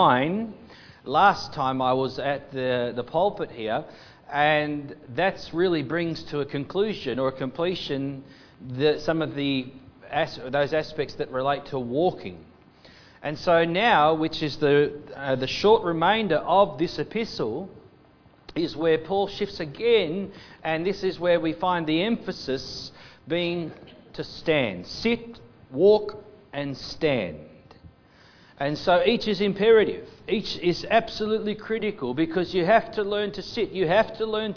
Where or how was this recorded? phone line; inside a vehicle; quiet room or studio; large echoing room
large echoing room